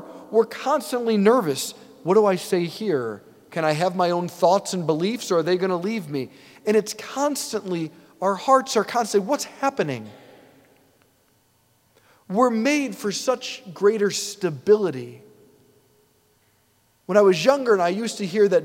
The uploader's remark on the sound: preached this homily on September 3, 2023 at St Basil the Great Catholic Church in Brecksville, OH.